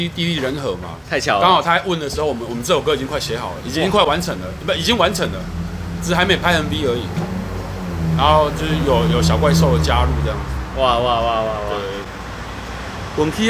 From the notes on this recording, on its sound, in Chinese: 錄音地點：台南 牽咖啡 Chen Coffee